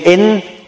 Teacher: the gunnah is a sound comes out of the nasal cavity which comes as a result of pronouncing the noon and mim